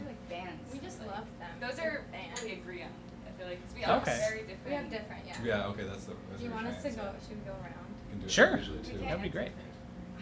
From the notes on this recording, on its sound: Play a live set in Providence's the Parlour. Special shout out and thanks to the Parlour for letting us record and Studio 121 for editing.